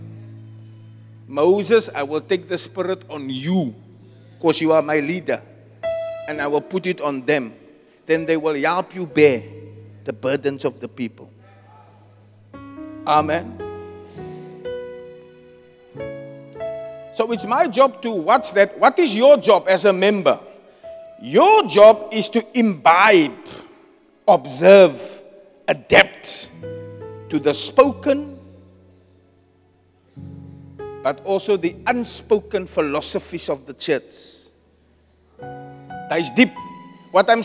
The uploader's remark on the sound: Preached at Zion Sanctuary